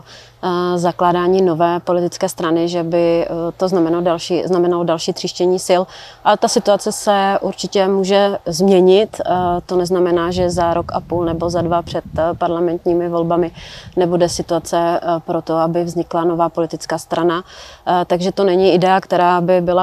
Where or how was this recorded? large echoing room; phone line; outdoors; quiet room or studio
outdoors